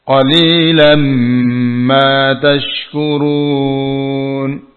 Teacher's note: Tanwin bertemu mim adalah idgham bigunna kamil.